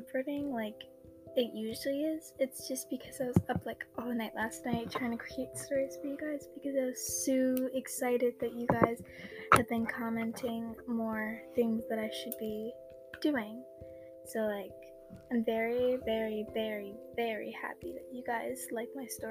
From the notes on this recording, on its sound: Im very sorry about the quality in this episode my mic broke so I was using my old Mic and that one is old and bad